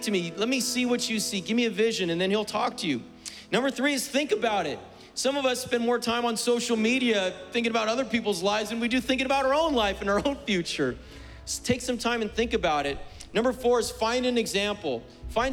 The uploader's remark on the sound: was preached on May 23rd at the 11:30AM service